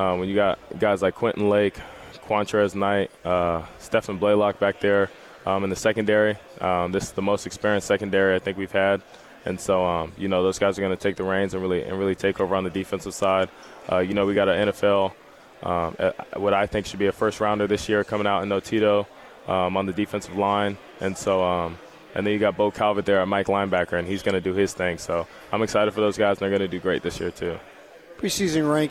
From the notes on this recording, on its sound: LIVE from Pac-12 Media Day in Los Angeles, CA